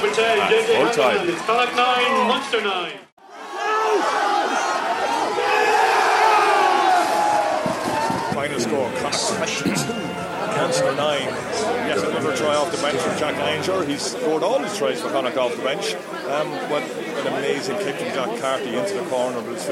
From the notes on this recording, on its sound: in the post match press conference